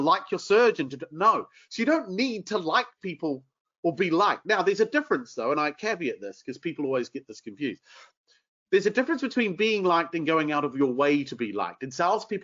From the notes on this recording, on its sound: This episode is the audio taken from a webinar we ran recently